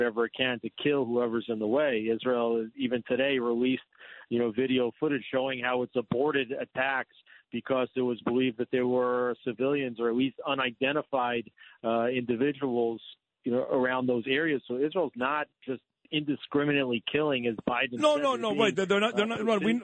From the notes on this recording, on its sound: Calls in to give listeners an update live from the ground in Israel.